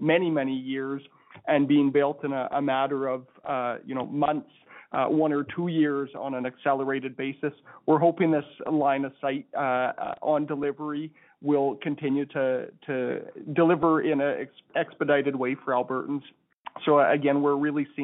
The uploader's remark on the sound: Refocusing Health Care in Alberta Telephone Town Hall. Health care professionals participated in a telephone town hall to help shape a stronger health system.